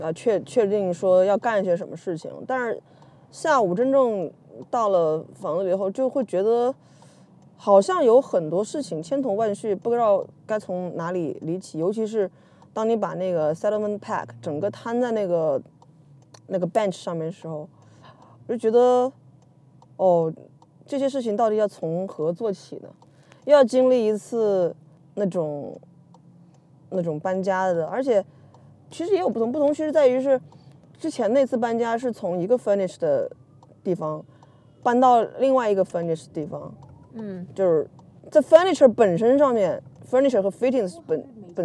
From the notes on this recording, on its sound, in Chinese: 喜提新居钥匙当天的车内录音。